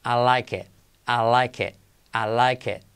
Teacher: La I corta, hazla como una E.